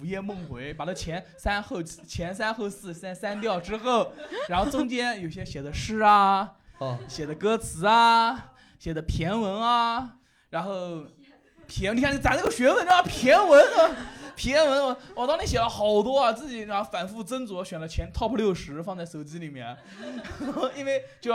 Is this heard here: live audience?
yes